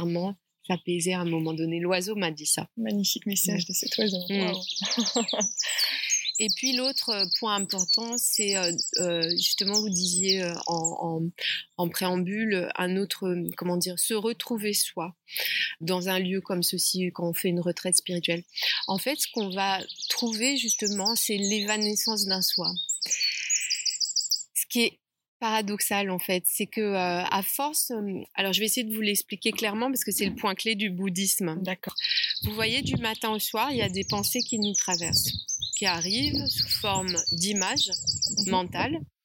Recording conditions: outdoors